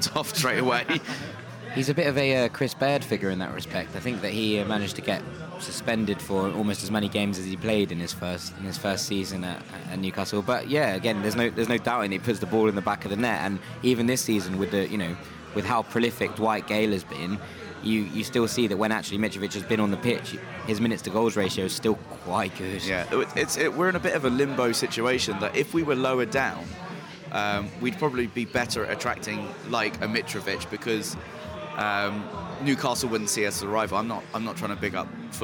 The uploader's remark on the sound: live in The Jolly Gardeners pub